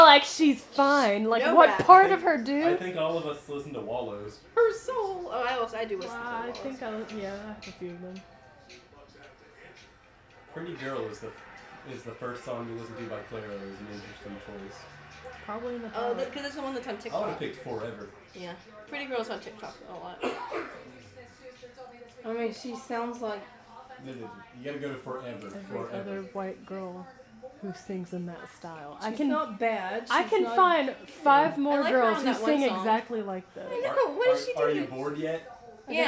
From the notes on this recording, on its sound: There is a lot of ambient noise in this one! Pretend that you are sitting in the living room watching football while we bake a cake in the other room.